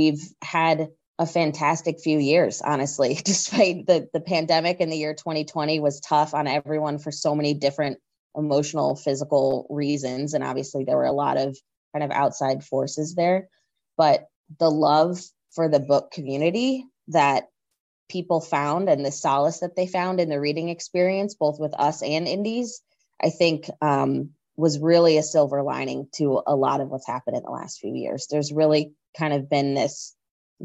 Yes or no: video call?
yes